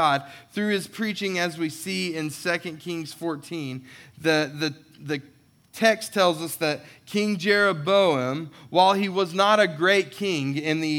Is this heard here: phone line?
no